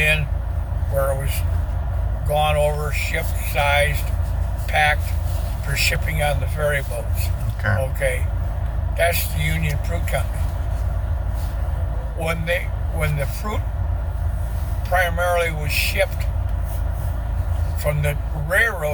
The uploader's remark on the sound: Catawba Island Driving Tour